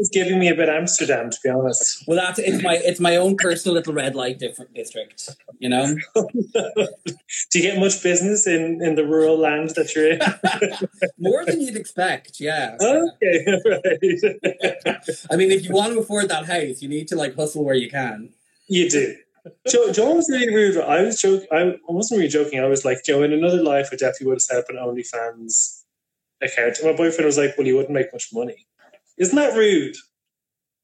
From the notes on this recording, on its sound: This is the feed of an Instagram Live